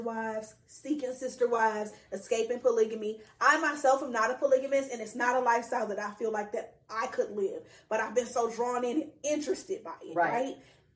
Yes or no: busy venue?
no